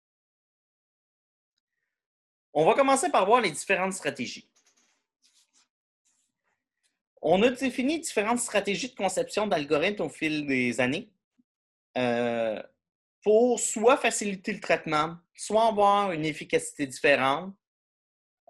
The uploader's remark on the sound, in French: cours en ligne sur Zoom.